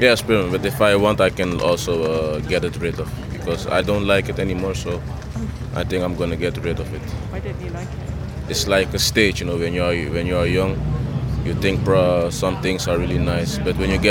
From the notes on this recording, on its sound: Stories about growing up and ambition recorded on a dark and busy night in Amsterdam’s Red Light District.